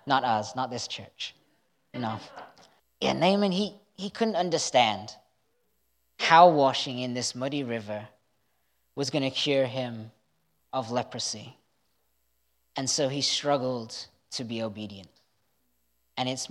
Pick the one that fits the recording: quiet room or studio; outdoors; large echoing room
large echoing room